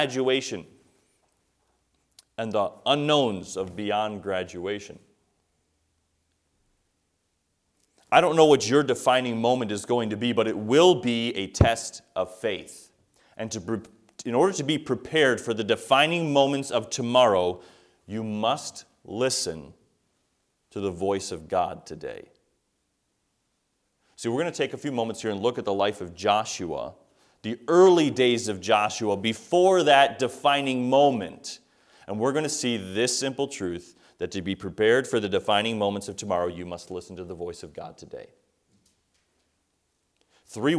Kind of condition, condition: setting, large echoing room